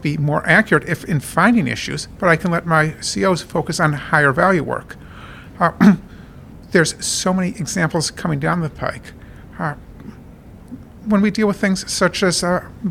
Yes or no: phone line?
no